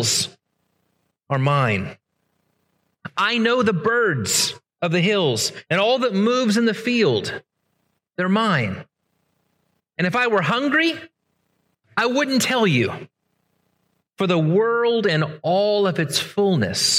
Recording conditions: large echoing room